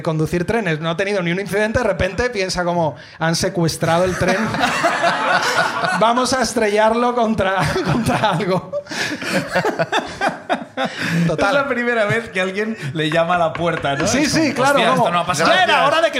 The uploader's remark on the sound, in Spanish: El público sube al escenario de La Llama